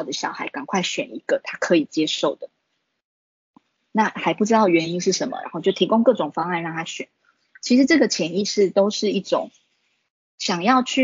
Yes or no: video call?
yes